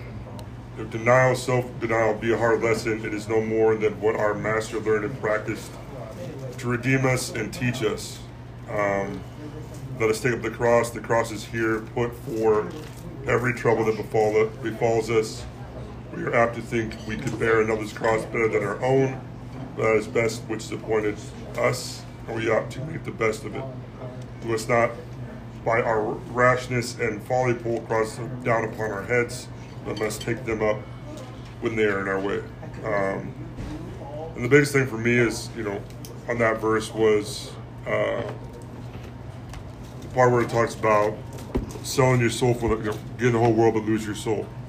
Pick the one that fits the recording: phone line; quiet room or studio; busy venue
busy venue